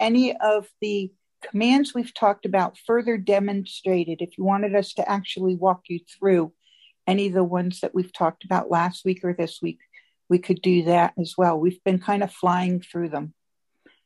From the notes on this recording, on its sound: Zoom Call Recording